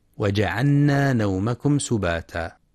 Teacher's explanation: في كلمة جعلنا يخطئ من يدغم اللام في النون فيلفظها نونا، جعلنا. وجعلنا نومكم سباتا.